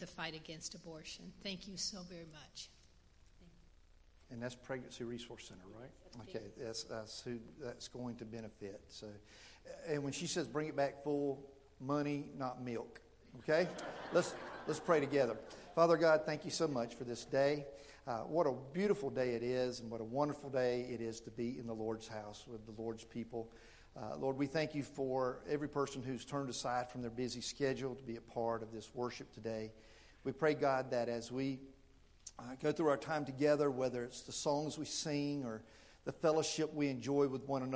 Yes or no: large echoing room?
yes